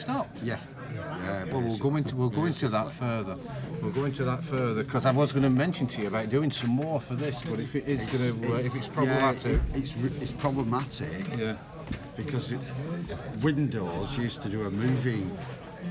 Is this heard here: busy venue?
yes